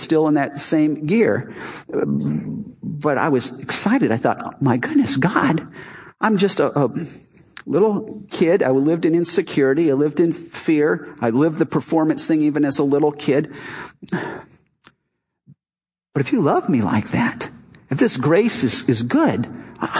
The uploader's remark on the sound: Our Easter service "Not Another Dead God".